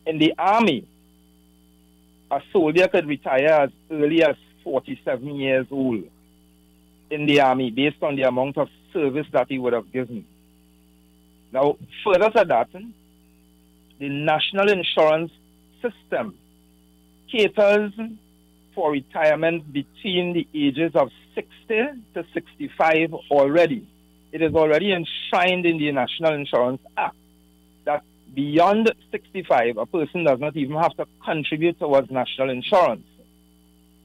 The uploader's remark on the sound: we take more calls from the audience